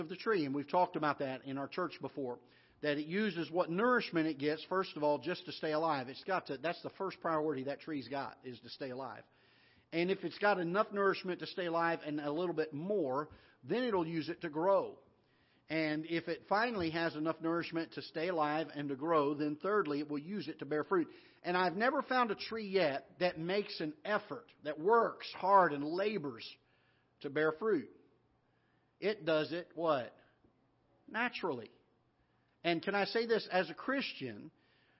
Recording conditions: large echoing room